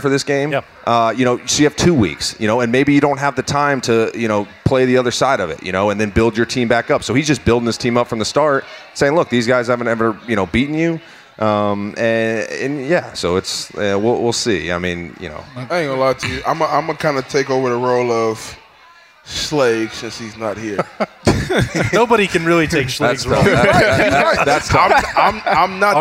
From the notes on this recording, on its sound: Recorded live at Urban Meyer's Pint House.